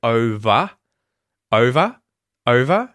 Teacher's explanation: If you were to just say the word over, over, over, and there's nothing coming after the word, the ER at the end is pronounced as a vowel sound, ah, over, right?